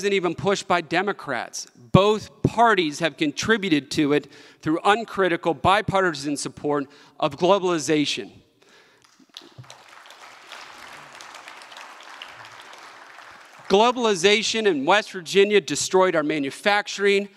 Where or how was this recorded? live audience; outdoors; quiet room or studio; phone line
live audience